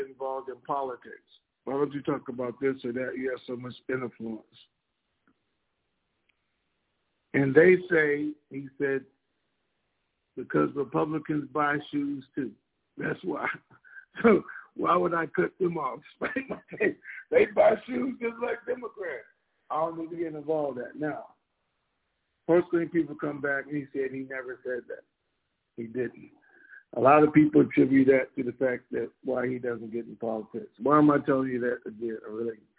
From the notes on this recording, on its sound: TNTSuperfantastic Conference Call